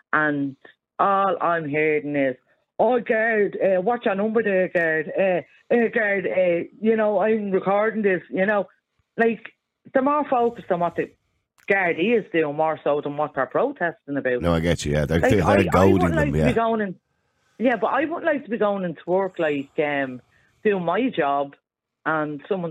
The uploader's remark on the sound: Opens the phone lines, urging listeners to share their thoughts and experiences regarding the Irish Police.